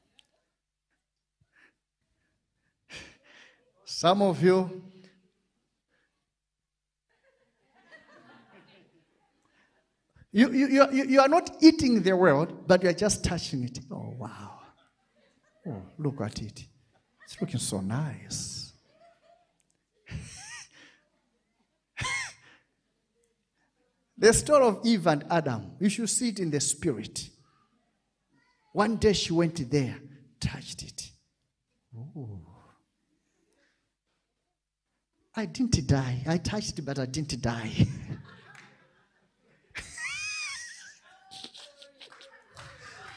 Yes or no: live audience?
yes